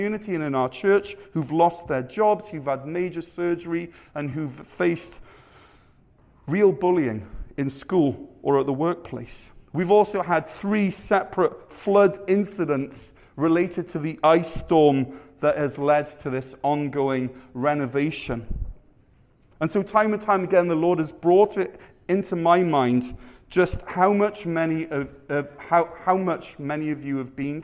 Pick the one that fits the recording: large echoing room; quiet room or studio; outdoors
large echoing room